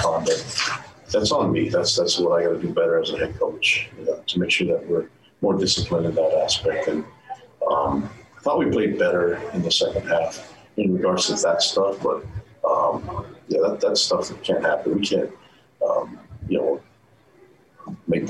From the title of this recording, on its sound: Postgame Press Conference